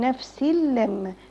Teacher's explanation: ادغام بدون غنة يعني التنوين هيدخل في اللام من غير غنة خالص